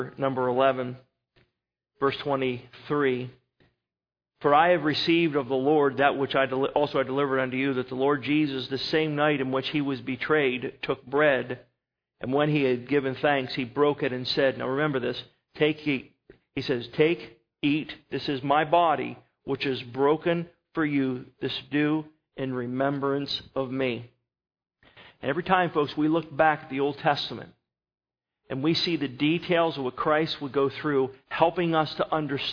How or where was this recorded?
large echoing room